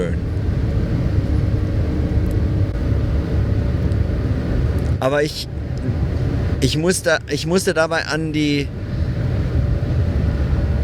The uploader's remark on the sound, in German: auf der Fahrt von Nürnberg nach Köln - leider mit sehr schlechtem Sound